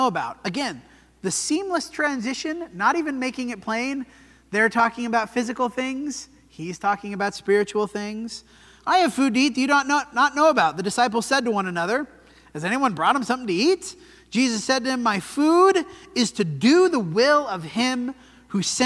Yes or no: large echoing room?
yes